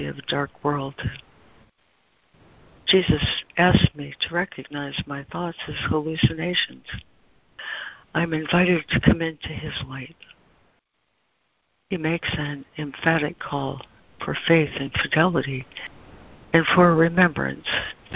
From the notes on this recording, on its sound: ACIM Daily Conference Call